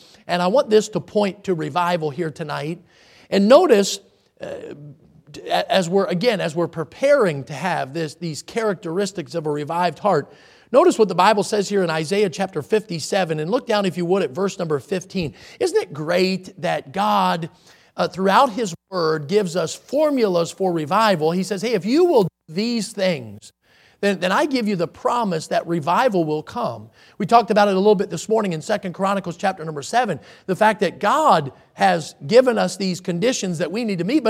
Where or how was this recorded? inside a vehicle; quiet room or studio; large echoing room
large echoing room